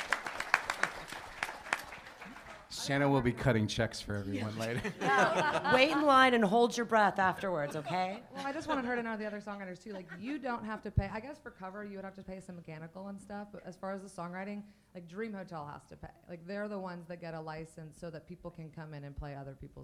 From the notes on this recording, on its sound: In this live episode recorded in Nashville at Music Biz 2018, a panel of industry vets.